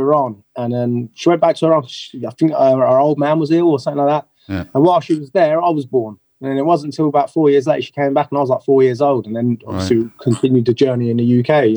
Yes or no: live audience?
no